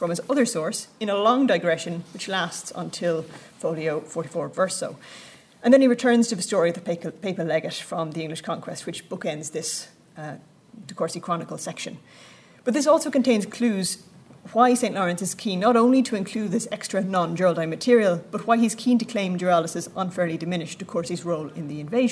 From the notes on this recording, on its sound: At the 2022 Tudor and Stuart Ireland Conference.